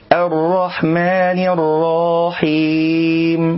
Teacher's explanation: إشباع فتحة الراء من كلمة الرحيم حتى يولد القارئ ألفا بعدها